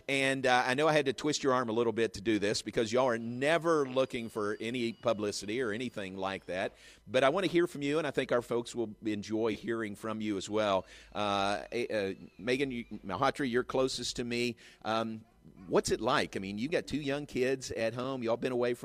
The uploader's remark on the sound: live from the #FinalFour in Indy.